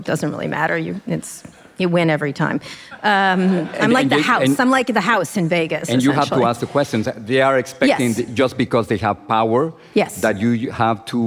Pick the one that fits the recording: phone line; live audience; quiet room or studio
live audience